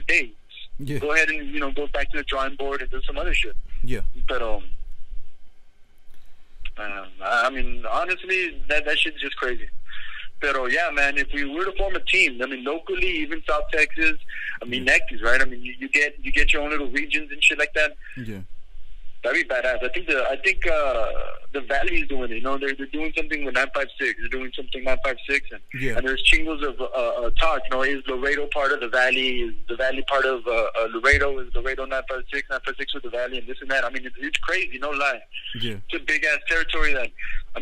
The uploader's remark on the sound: phone interview